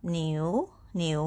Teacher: second tone new going up